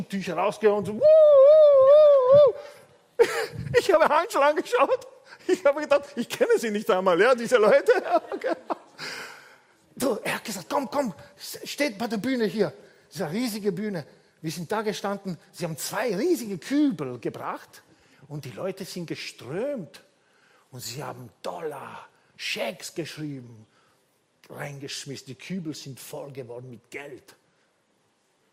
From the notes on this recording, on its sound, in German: Gottesdienst live aus der LIFE Church Wien.